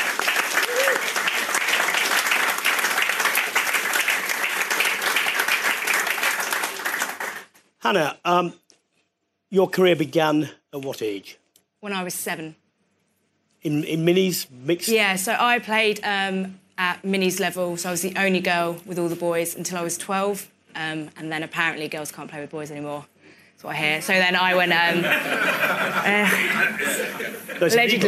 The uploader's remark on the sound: Full Contact went on tour to Royston Rugby Club to celebrate grassroots rugby.